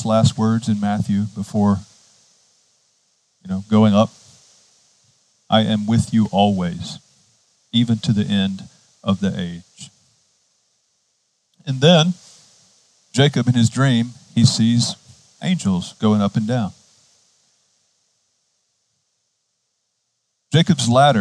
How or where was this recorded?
outdoors